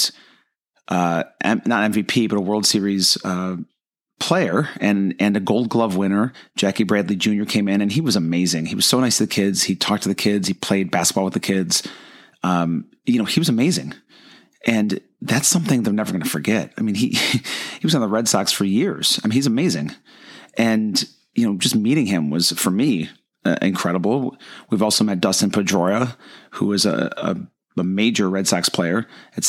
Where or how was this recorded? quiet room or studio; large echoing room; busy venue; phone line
quiet room or studio